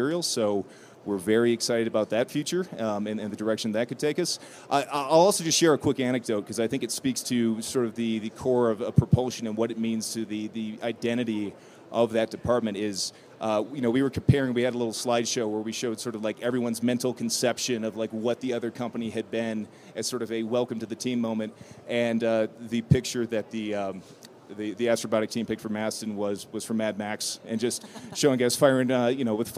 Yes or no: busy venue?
yes